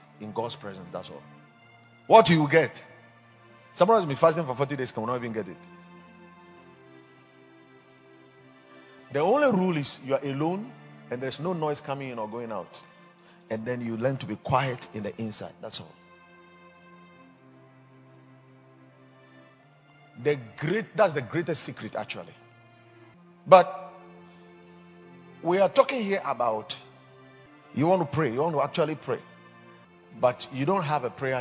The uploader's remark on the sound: Preached at the Watered Garden Church